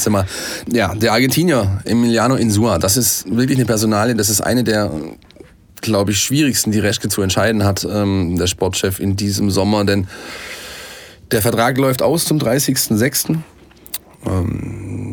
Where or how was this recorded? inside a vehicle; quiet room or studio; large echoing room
quiet room or studio